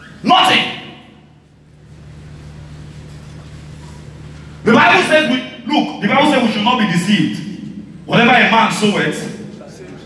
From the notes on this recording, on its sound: This is a message I preached on the 14th July 2019, I had the privilege to share this at our Sunrise service.